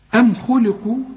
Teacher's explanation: الميم دي ميم إظهار لا تغن، كل ميم عليها سكون لا تغن.